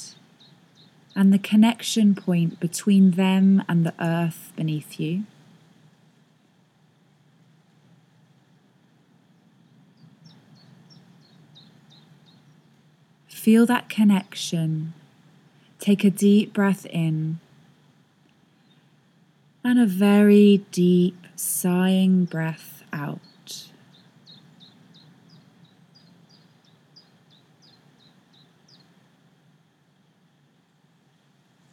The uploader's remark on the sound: recorded this outside so you can hear nature no matter where you are